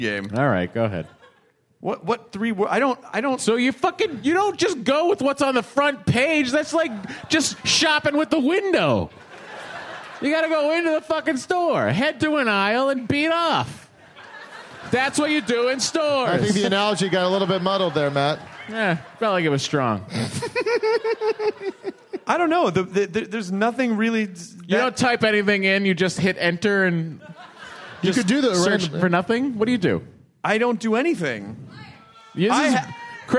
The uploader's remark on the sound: It's some LIVE hostful goodness! Do a hostful live at SF Sketchfest. Then they take Quemments from the audience!